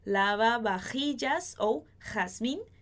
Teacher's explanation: o J de lavavajillas e o J de jazmín, a gente vai pronunciar dessa forma aqui na garganta